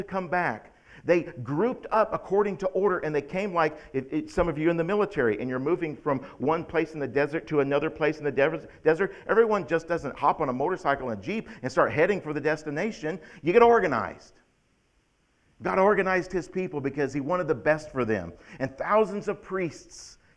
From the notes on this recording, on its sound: October 17th, 2021 at The Well, an Acts 29 and Converge Heartland Church in Hastings, NE